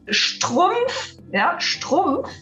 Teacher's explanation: Es ist jetzt eine Silbe und da kommt im Onset gleich drei Konsonanten und in der Coda Strumpf auch wieder drei Konsonanten. Ne? Das hört sich dann gegebenenfalls härter an, als wenn wir nur Vokale aneinander reihen würden. · Term: Konsonantencluster